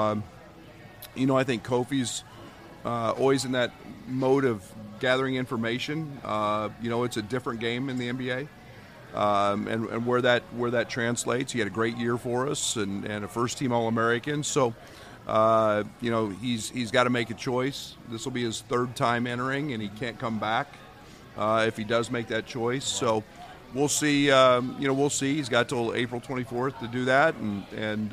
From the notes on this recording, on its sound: AFTER DARK live from New Orleans!